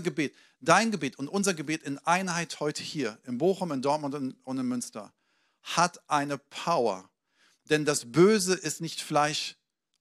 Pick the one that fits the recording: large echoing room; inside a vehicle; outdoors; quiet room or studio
large echoing room